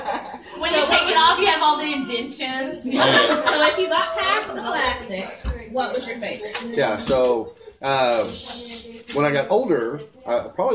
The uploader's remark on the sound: our show is brought to you from our #Halloween party that was recorded live on Facebook